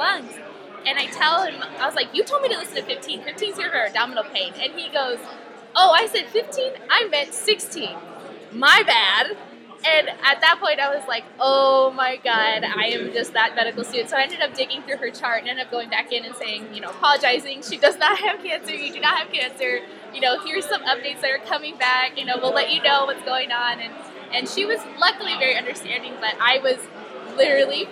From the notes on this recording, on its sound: In this live episode from Cal ACEP ADVANCED